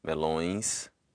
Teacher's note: just drop out your N out of melones and make it a nasalized vowel